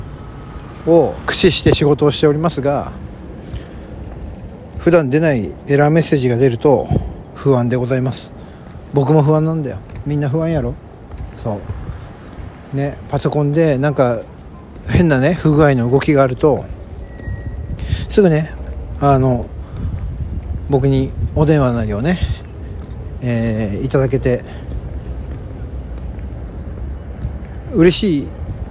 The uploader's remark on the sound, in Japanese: ロケトーク（石神井公園辺り）。東京都練馬区でロケトークです。スマホのエラーメッセージに意識が持っていかれている状態の収録です。